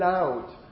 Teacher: You've got the tongue touching the alveolar ridge, but sort of the sides of the tongue are lowered so that the air can flow through · Term: Lateral